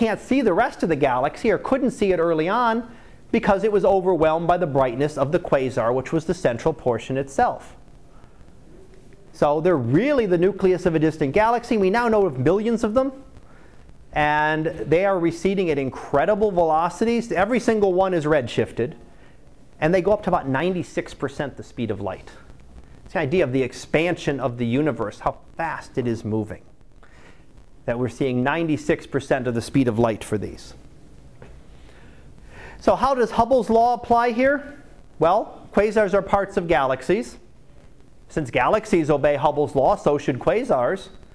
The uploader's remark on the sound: Live Class Lecture